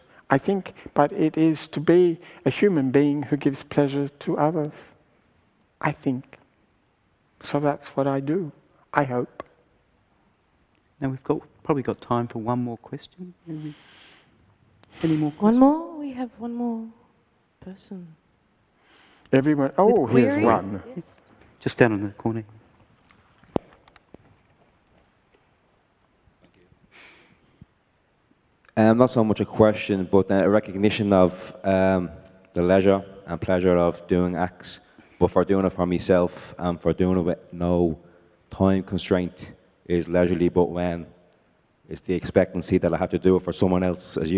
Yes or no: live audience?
yes